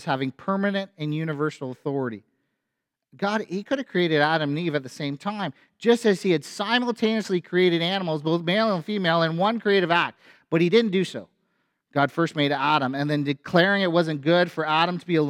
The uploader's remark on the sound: A sermon from FBC Church in Cobourg,